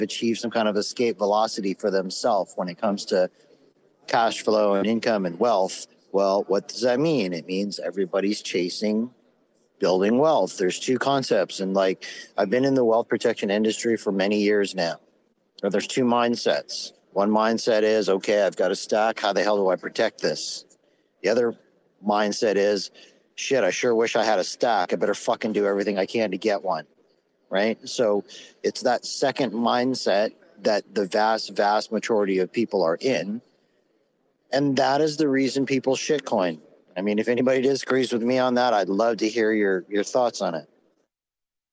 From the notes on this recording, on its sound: Bitcoin Conference 2022 kicks off today and we are there LIVE!